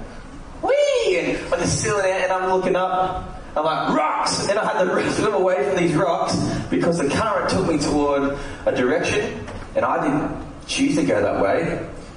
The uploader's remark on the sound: recorded live at the session